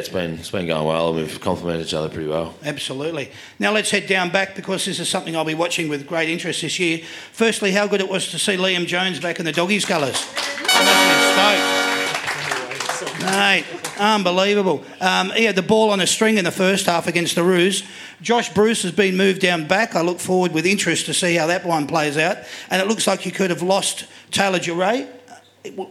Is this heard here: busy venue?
yes